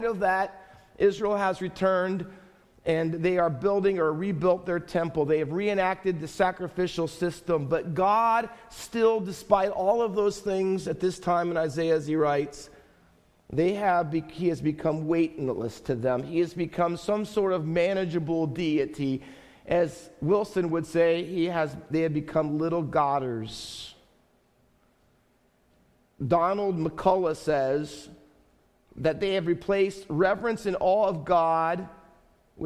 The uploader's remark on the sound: Faith Baptist Church in Hamilton, NJ.